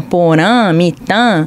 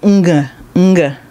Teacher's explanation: Nasal vai para toda a palavra. · Term: espraiamento de nasalidade